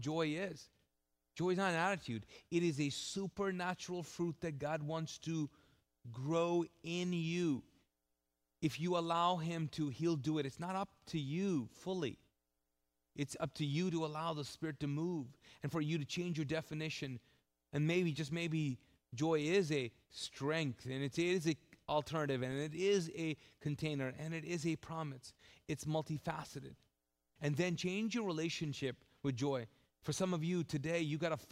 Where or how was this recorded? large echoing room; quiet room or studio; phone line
large echoing room